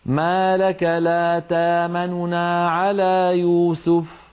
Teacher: أن تبتقي نونين، الأولى منهما سريعة وصوتها منخفض · Term: الروم